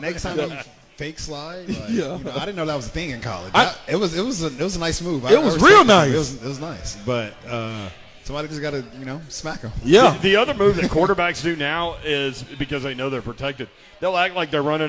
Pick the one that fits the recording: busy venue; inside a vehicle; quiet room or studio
busy venue